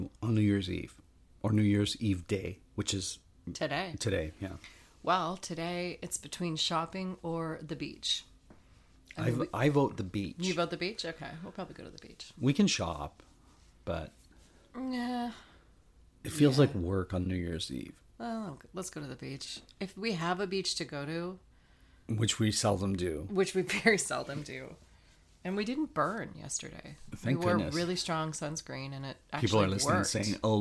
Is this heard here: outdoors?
no